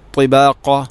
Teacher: ത്വാ ഉച്ചരിക്കുമ്പോൾ നാവിൻ്റെ മധ്യഭാഗം അണ്ണാക്കിലോട്ട് വരണം. അതോടൊപ്പം നാവിൻ്റെ അറ്റം മേലെ മുൻപല്ലുകളുടെ മുരട് അഥവാ പല്ല് ഇങ്ങനെ കുത്തി നിൽക്കുന്ന തൊട്ട് ബാക്കിൽ ആണ് അതിൻ്റെ മഹ്റജ്. · Term: ത്വാഇൻ്റെ ഉച്ചാരണം